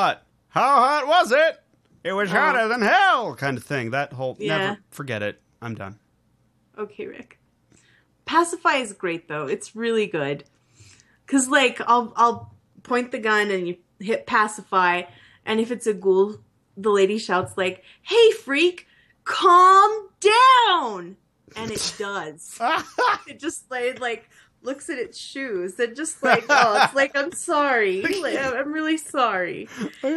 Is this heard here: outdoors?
no